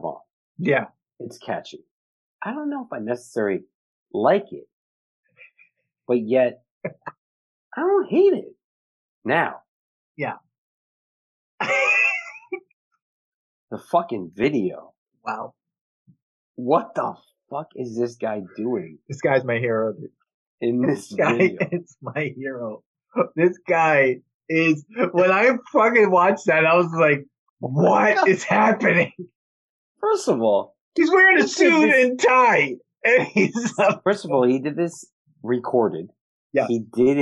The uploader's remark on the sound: We recorded this on October 13th, 2020 on Zoom so there are some small sound discrepancies.